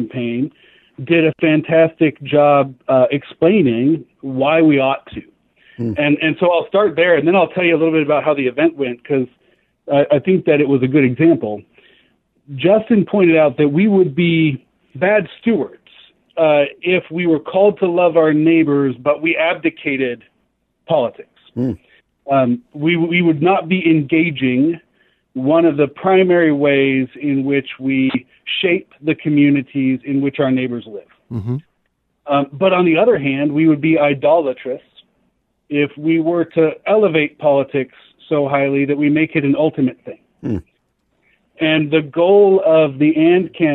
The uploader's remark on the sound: phones